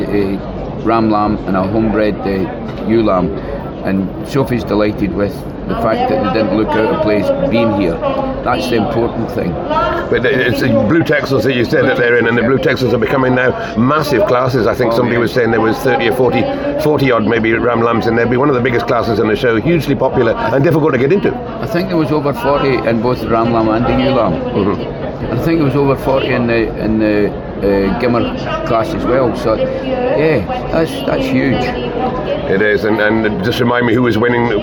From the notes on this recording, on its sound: A recording live from the Royal Welsh Show in Builth Wells in this highly spontaneous if not somewhat challenging episode.